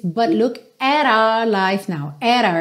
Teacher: ele fez o rarara lá naquele T, tá? Para juntar o at com our